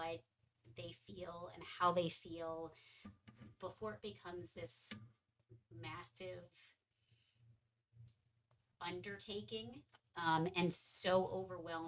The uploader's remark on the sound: I apologize for the audio!